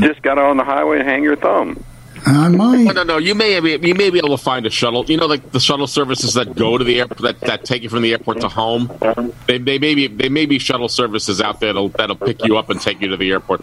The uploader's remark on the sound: The coffeeclub where we take your live calls.